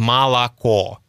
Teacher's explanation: москвичи часто растягивают гласные звуки, а особенно безударный звук «о». · Term: аканье